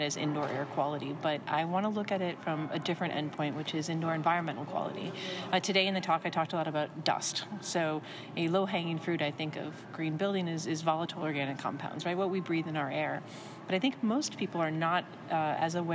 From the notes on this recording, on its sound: Live from the Texas Society of Architects 2017 Expo and Convention